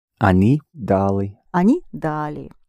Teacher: the stress is on the first syllable again